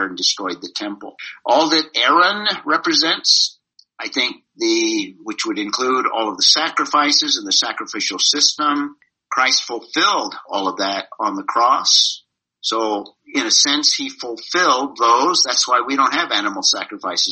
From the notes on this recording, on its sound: This was zoom meeting #15.